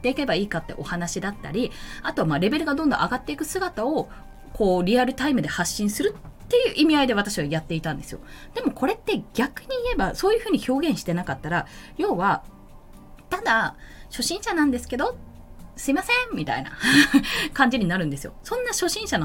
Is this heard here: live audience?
no